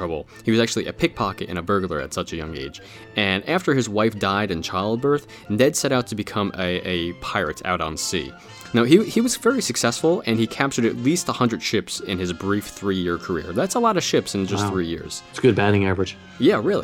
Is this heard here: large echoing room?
no